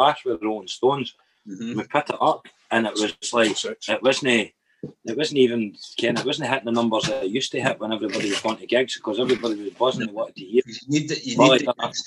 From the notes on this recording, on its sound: i spoke to them both via zoom